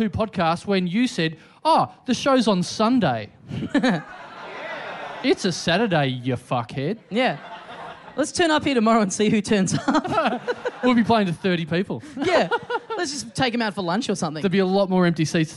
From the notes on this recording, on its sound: Recorded LIVE at the European Bier Cafe on December 5, 2015.